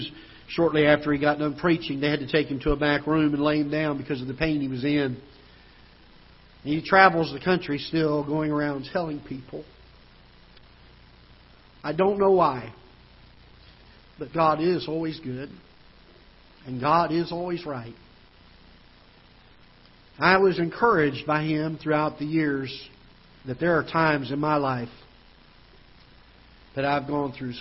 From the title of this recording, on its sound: Ketha Heights Baptist Church ~ Live Broadcast